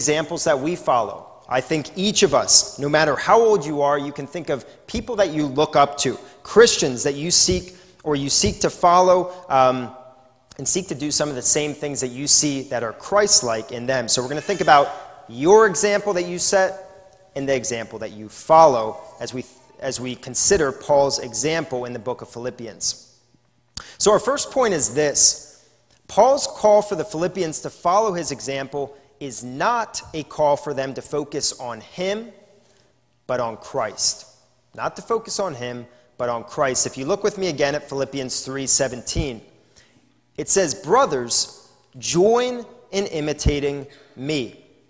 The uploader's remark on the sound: This is a sermon recorded live at the Lebanon Bible Fellowship Church in Lebanon, PA on 11/01/2020 during the evening service